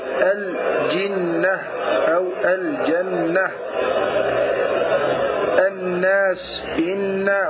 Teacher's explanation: بإظهار صفة الغنة من النون والميم إذا كانتا مشددتين